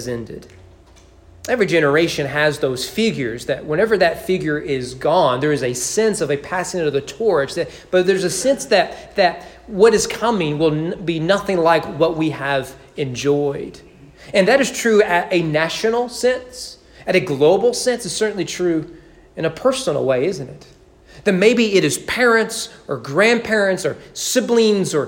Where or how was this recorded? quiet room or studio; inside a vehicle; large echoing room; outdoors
large echoing room